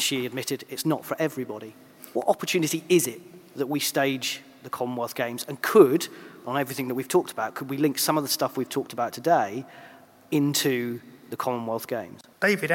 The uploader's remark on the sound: We come live from the Guildhall in the City of London, with one of the sessions from the 2021 Conference.